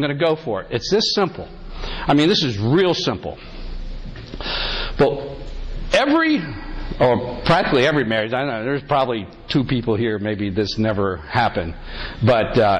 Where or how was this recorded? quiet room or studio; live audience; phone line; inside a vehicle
live audience